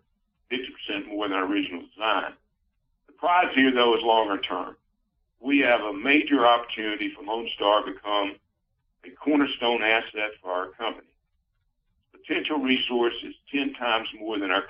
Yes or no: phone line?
yes